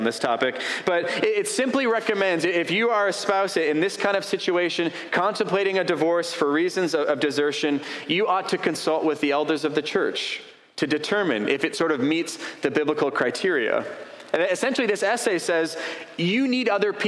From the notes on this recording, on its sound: A sermon preached on April 30, 2023